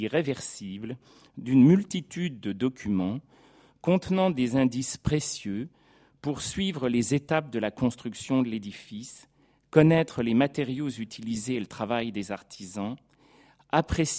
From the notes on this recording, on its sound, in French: Professeur d’histoire contemporaine à l’université Paris-Sorbonne, enregistrée le 29 janvier 2016 dans le cadre du colloque « Mobiliers, ensembles, décors.